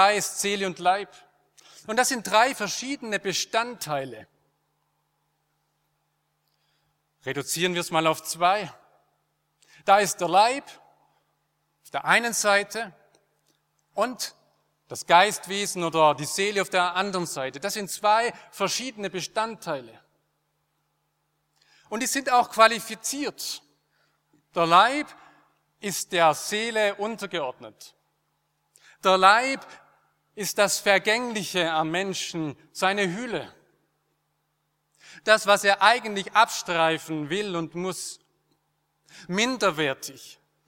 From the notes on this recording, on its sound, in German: aus dem Schwarzbrot-Gottesdienst der Missionsberg-Gemeinde (Liebenzeller Mission)